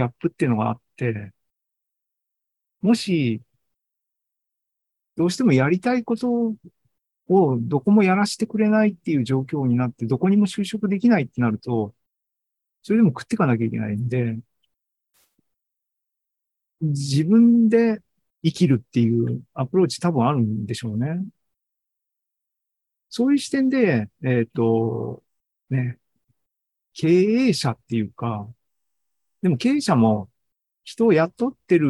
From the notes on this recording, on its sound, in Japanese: ２０２３年８月２６日に開催した ZOOMライブの模様です